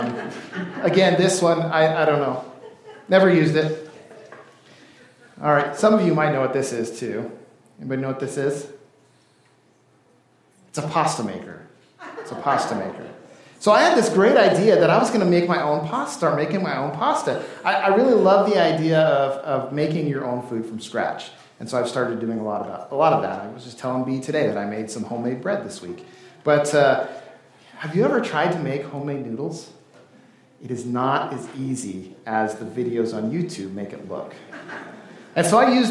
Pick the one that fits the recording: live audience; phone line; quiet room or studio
live audience